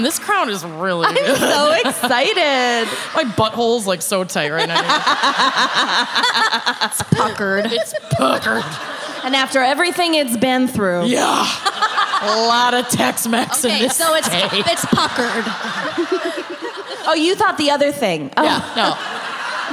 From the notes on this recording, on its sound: Music Fest Mishaps (Austin LIVE).